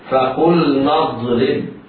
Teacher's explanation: يتعين عليه إظهار اللام الساكنة قبل النون في مثل هذه الكلمة، فقلنا اضرب.